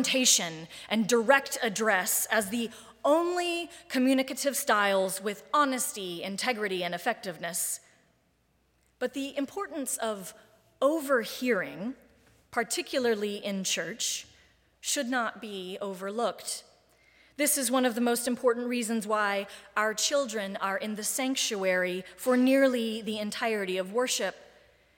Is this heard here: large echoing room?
yes